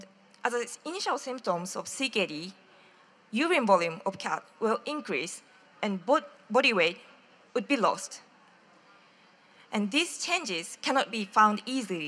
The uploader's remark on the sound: Live from the 2018 Pet Connections Expo. Before our panel of pet industry experts.